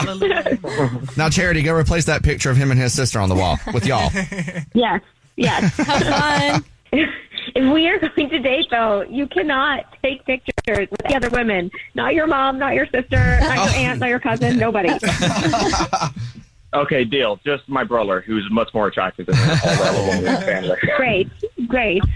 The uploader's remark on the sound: We get that other person on the phone